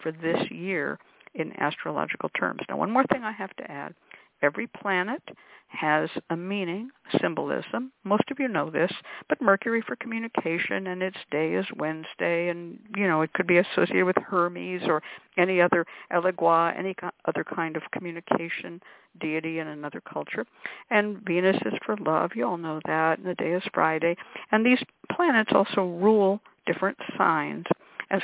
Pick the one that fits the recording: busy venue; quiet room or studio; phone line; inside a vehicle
phone line